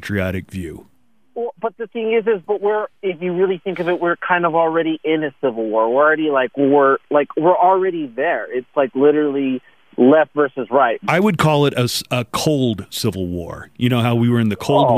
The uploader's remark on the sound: We got lots of phone calls today!